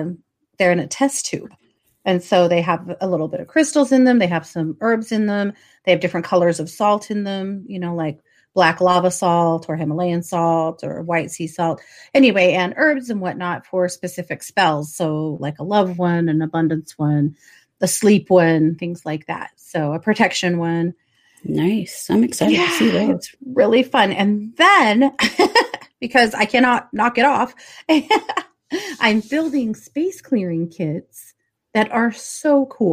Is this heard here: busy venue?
no